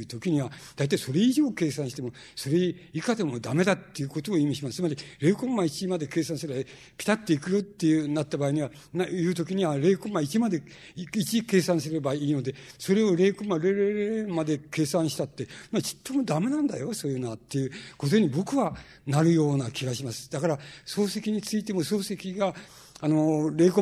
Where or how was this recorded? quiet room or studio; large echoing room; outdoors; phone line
large echoing room